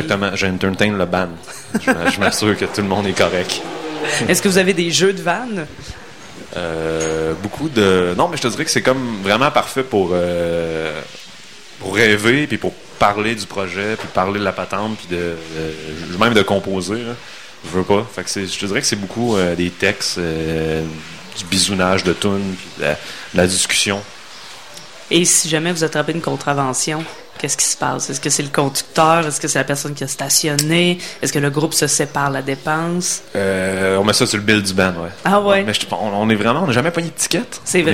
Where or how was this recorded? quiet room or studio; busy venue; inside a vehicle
busy venue